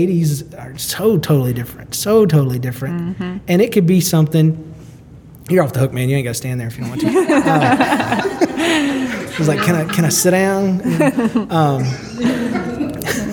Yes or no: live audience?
yes